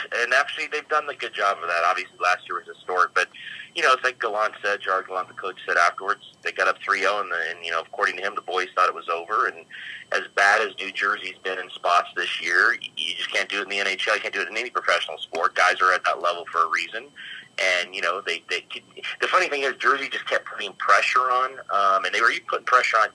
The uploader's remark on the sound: Video simulcast RIGHT NOW on Periscope. Live call-ins.